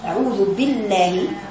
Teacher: الباء حرف الباء هو الحرف من الشفتين مكسور شديد · Term: الباء المكسورة